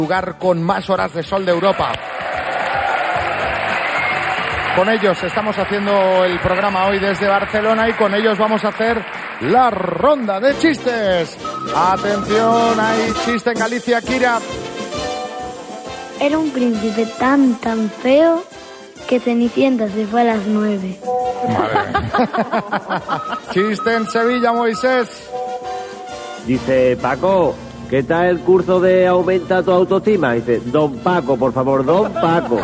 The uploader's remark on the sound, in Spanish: Las Mañanas KISS desde BARCELONA. Nos han llevado hasta Barcelona para reencontrarnos con todo nuestro público en directo. La cita a ciegas se ha trasladado hasta las tablas del escenario: en esta ocasión, el Palau de la Música de Barcelona.